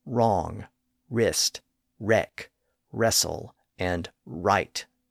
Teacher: today we don't pronounce the W sound at the front of those words